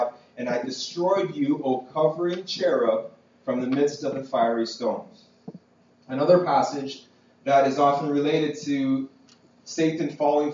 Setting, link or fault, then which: fault, poor sound quality